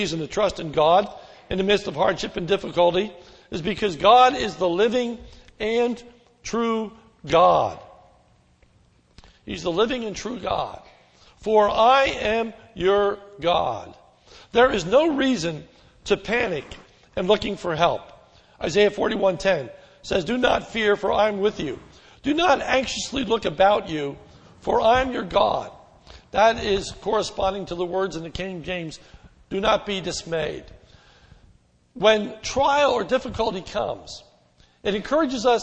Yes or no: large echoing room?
yes